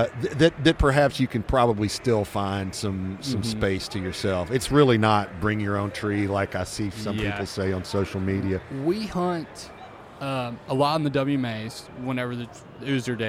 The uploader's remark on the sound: we are on location at the Delta Waterfowl Expo in Little Rock